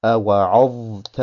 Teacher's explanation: Es heißt also nicht أوعظت، sondern das Wa wird einzeln ausgesprochen und wird nicht verschmolzen in das Ta.